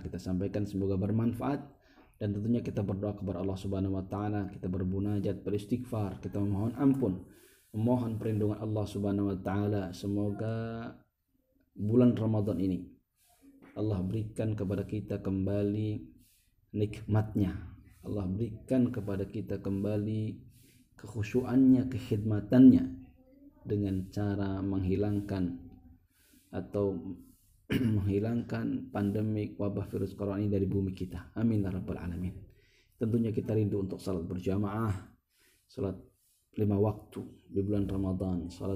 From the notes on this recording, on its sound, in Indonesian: Melalui rekaman phone seluler dari rumah (Kajian From Home).